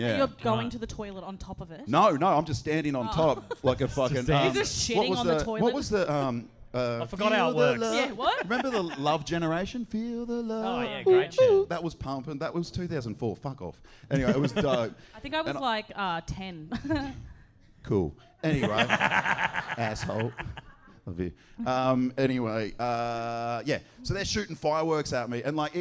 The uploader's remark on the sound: This week's ep is from our Live Show back in December! There is some very crook crowd work.